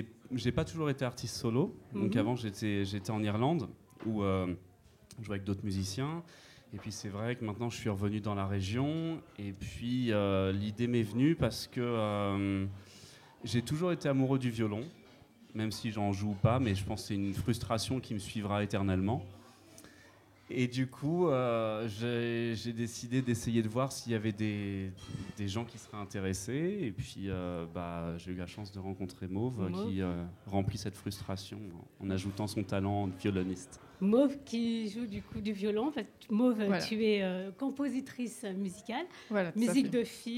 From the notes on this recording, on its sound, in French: Épisode tourné en public à la Corniche, bar de vie et scène ouverte sur Lyon Croix Rousse.